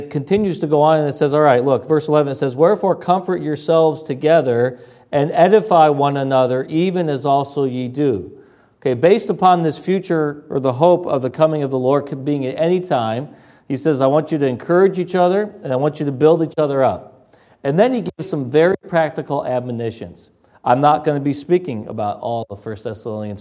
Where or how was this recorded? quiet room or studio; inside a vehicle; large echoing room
large echoing room